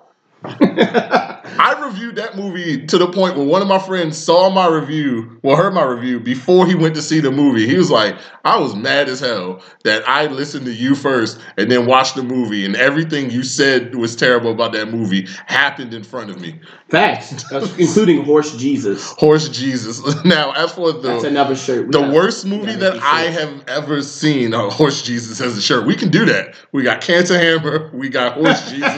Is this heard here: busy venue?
no